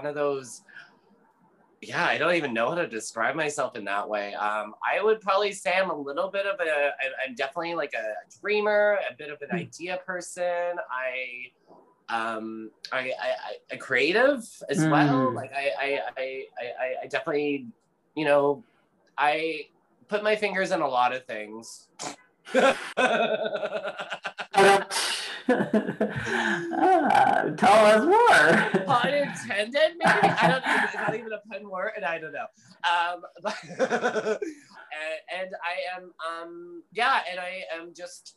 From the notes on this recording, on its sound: This episode was recorded over Zoom on the traditional, ancestral, and unceded homelands of the Sḵwx̱wú7mesh (Squamish), səlilwətaɬ (Tsleil-Waututh), and xʷməθkʷəy̓əm (Musqueam) Nations.